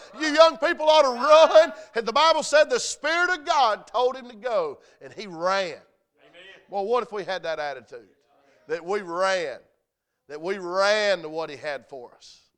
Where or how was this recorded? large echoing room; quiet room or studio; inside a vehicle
large echoing room